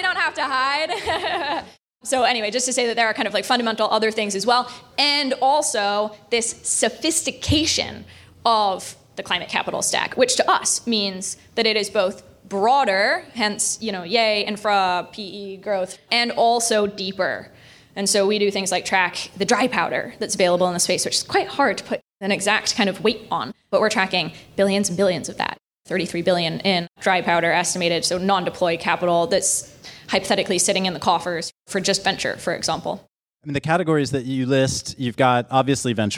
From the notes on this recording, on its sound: Live from New York Climate Week with CTVC. We kicked off New York Climate Week with a live podcast recording. To our hosts at P&T Knitwear for lending their beautiful space in the Lower East Side.